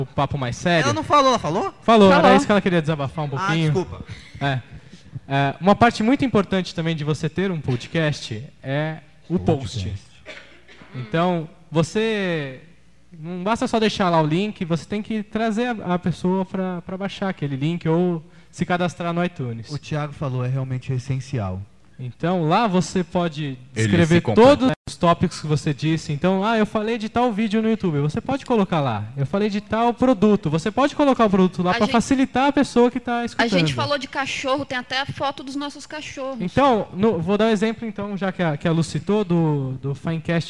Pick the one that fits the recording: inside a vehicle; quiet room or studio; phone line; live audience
live audience